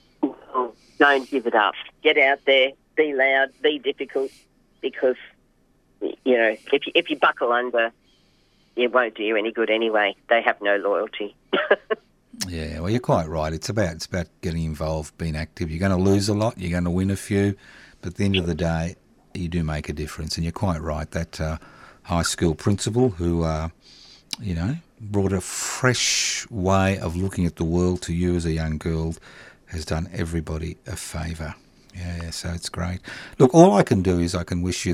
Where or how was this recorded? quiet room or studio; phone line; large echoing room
phone line